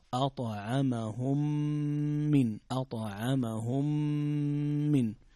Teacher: أطعمهم من، فيه غنة بمقدار حركتين · Term: إدغام شفوي